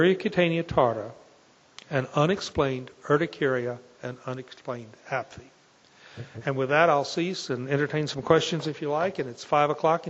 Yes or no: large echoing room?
yes